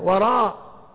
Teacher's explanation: هي فيها همزة وراء بالهمز ألف وبعدها همزة، وإنما ذكرها بالقصر من أجل الوزن.